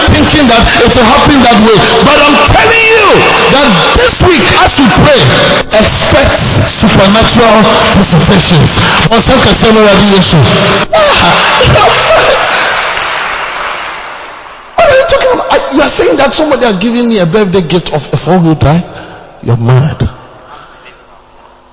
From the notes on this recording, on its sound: PREACHED ON SUNDAY DURING REFRESHING SERVICE AT CAPTAIN OF SALVATION CATHEDRAL